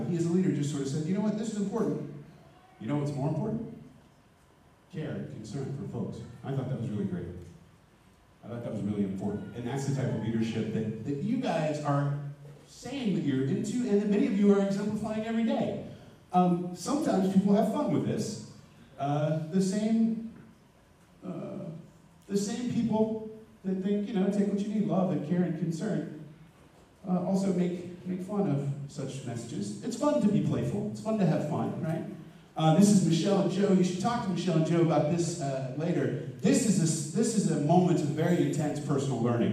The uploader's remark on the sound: Future Ready Schools Denver Summit Keynote (Audio Only).